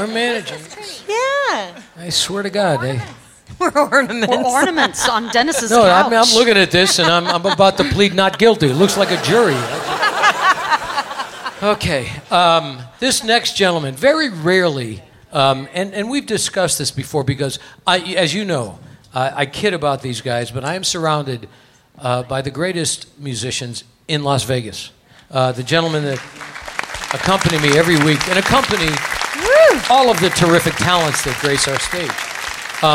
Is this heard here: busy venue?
yes